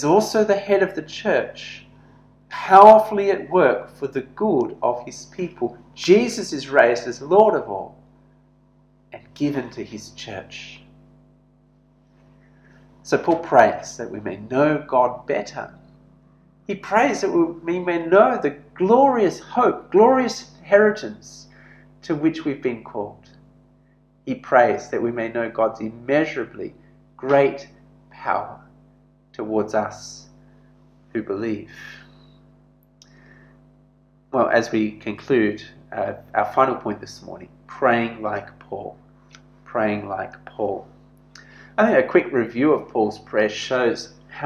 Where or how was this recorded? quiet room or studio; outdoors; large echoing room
large echoing room